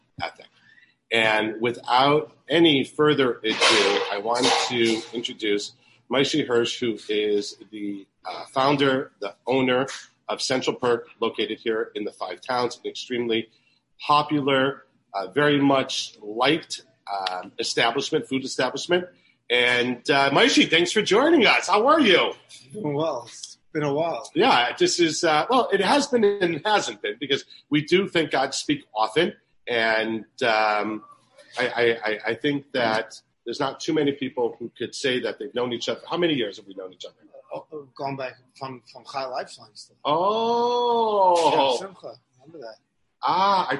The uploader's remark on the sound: goes on location to the iconic Five Towns favorite, Central Perk Cafe